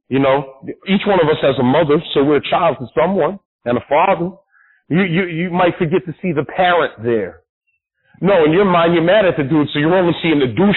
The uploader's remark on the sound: A phone interview.